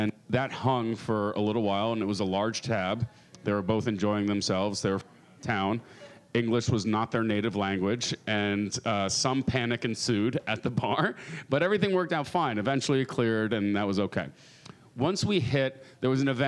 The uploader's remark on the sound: Live from Pubkey NYC!